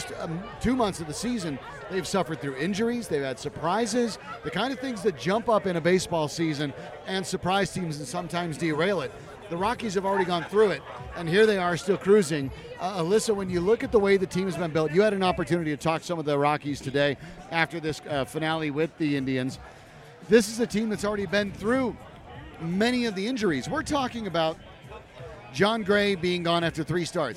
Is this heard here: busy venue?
yes